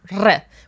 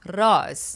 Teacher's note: we have a Persian R sound, R, which means you need to roll the R